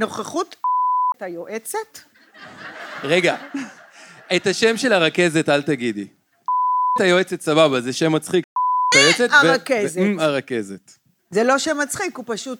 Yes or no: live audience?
yes